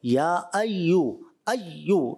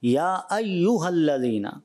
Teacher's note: یا جب مشدد ہو، یعنی اس پر تین دندانوں والی جب شکل علامت جب ہو، تو اس میں آواز جاری رہتی ہے. یا ایو ایو، یہ اس پہ جو جماؤ بھی نہیں ہونا چاہیے اور اس میں کٹنگ بھی نہیں ہونی چاہیے، یعنی رک کر آگے نہیں پڑھنا بلکہ اس کو روانی کے ساتھ پڑھنا ہے.